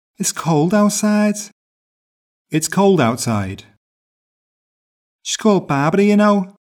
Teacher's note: the really distinct feature is the Scouse melody, which has a wide pitch range and a lot of high, flat tones after the main stresses